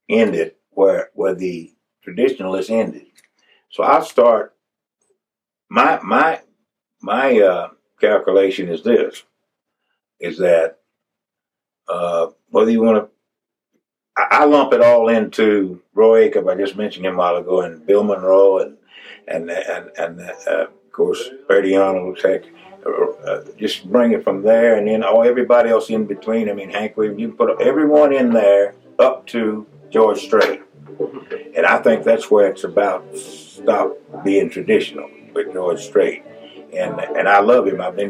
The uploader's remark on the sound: This interview was recorded just minutes before he would take the stage at Anderson Music Hall in Hiawassee, Georgia. You can hear a nearby bluegrass band rehearsing. Efforts to improve the sound quality were made.